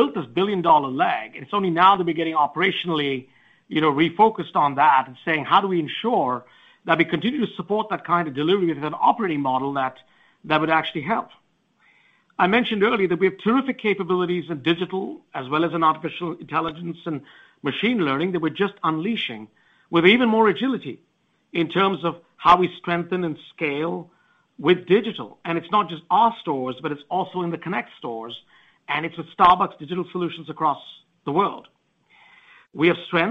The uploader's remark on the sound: Q3 Fiscal Year 2023 Earnings Conference Call of Starbucks Corporation.